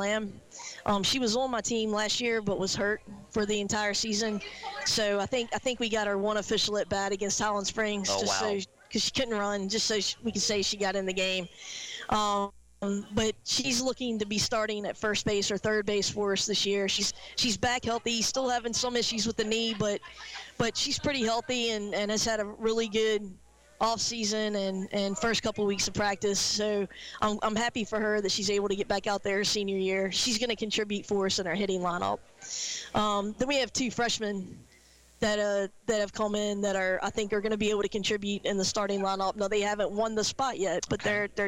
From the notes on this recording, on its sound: Recorded live at Sports Page Grille in Ashland, our live, local sports talk show on 102.9 The Mater from The RVA Sports Network.